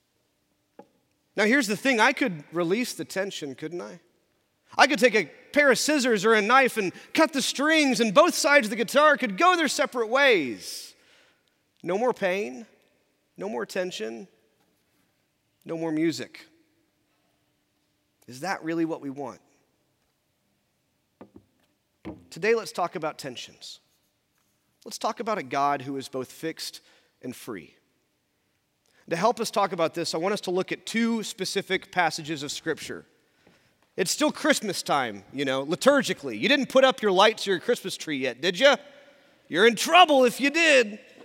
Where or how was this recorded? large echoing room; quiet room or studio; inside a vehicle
large echoing room